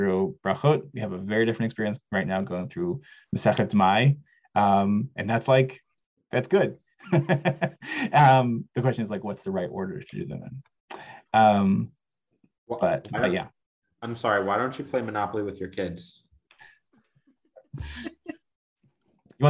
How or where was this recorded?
video call